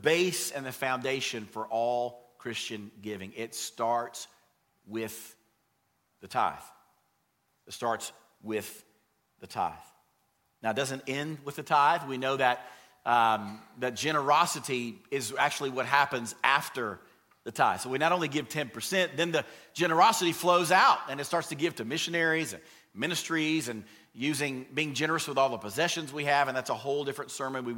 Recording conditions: large echoing room